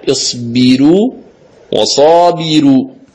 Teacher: رققت الراء في الموضعين، لماذا؟ لأن الراء سبقت بكسر